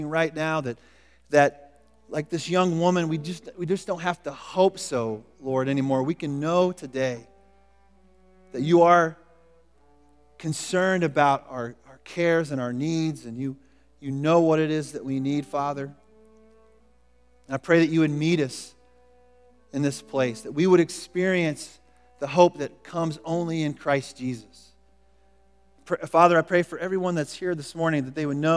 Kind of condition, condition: setting, large echoing room